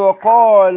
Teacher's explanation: افصلي بين اللام الاولى ولام لفظ الجلاله. اللام الاولى مرققه.